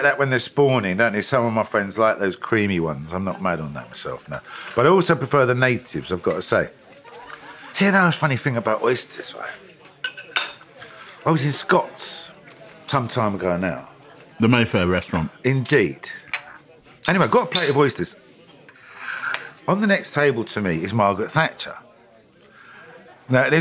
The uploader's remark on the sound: Share a meal courtesy of the wine workshop and kitchen 28-50 in Kensington, London.